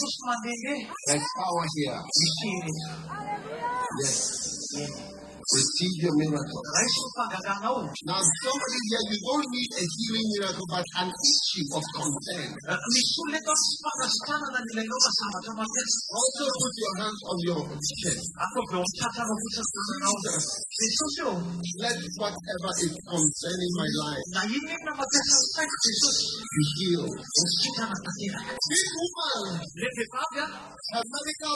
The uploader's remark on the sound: Preached at the Healing Jesus Crusade June 2023, Antananarivo-Madagascar.